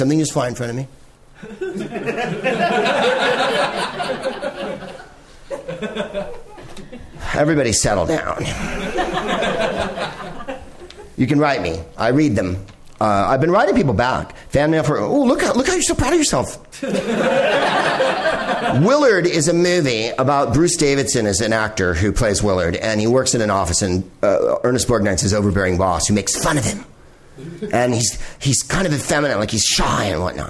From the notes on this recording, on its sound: Live from the NerdMelt Showroom in LA.